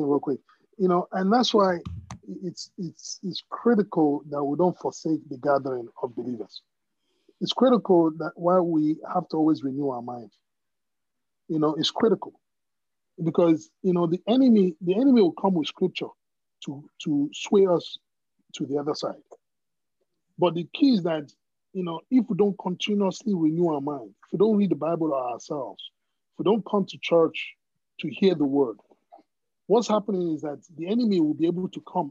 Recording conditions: video call